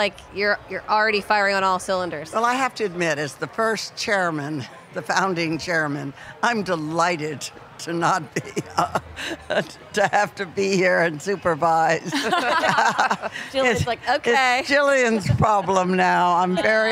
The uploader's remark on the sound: HRN On Tour recorded live at Charleston Wine + Food.